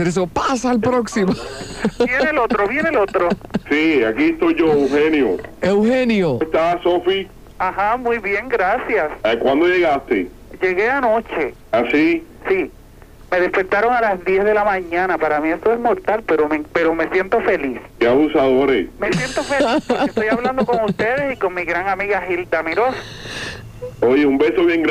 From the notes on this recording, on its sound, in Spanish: RADIO MIAMI 90s LLAMADAS DEL PUBLICO. CONTESTA LLAMADAS DEL PUBLICO.